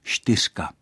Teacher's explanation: A v mluvené češtině, jak na Moravě, tak v Čechách, můžeme slyšet běžně výslovnostní variantu štyřka. Tady se místo hlásky č objevuje hláska š, a to z důvodu pohodlnosti při vyslovování té souhláskové skupiny